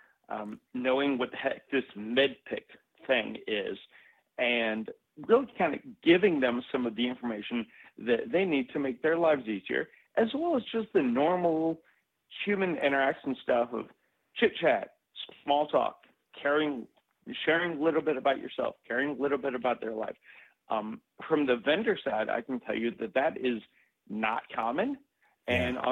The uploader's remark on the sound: Call-In Special